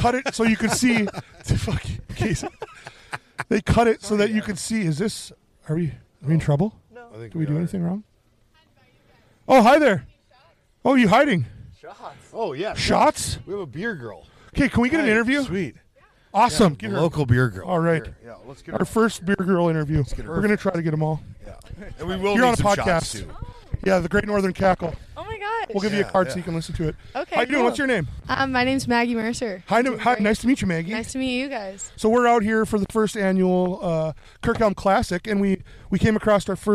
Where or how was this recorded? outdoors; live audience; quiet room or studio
outdoors